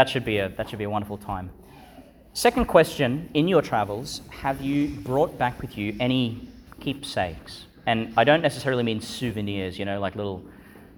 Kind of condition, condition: setting, large echoing room